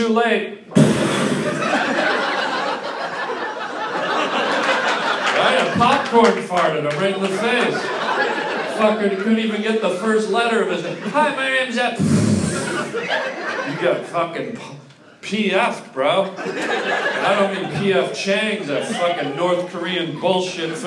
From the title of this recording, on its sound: LIVE stand up comedy